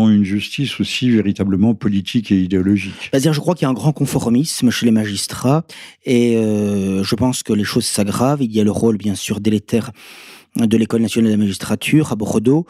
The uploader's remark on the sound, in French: s’entretenir par téléphone